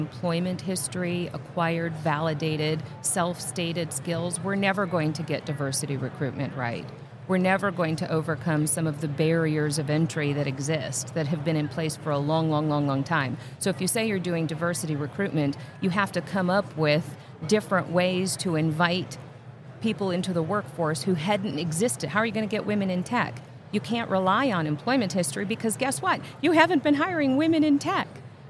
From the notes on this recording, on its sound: Live at the HR tech 2022 conference